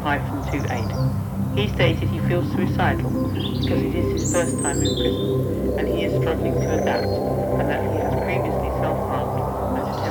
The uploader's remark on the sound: A field recording and soundscape of the Vinegar Pond, which in springtime is a breeding ground for frogs.